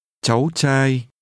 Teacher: Son is pronounced with rising and mid-level tones.